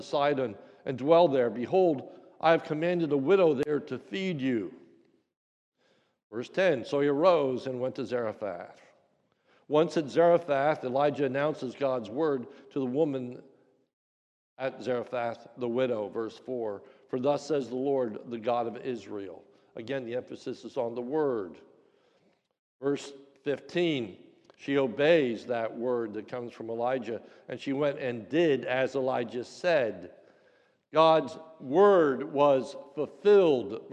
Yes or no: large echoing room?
yes